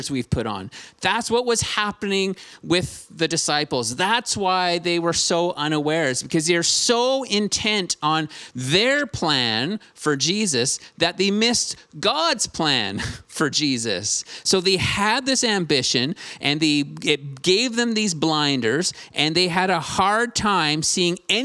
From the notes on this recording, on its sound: Streamed on January 9, 2022 at THRIVE Church Vancouver, Canada